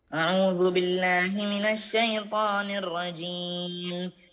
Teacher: مديت كلمة الرجيم لأني وقفت عليها فأصبح مد عارض للسكون